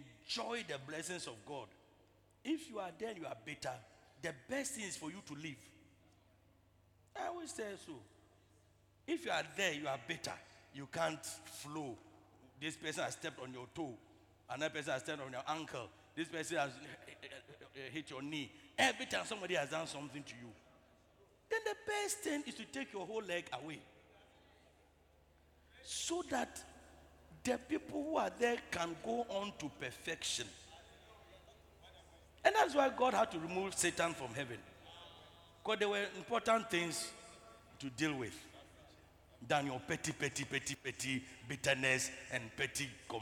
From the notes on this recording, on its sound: Preached at the Truth Cathedral, Loyalty House International, Abbey-Dawenya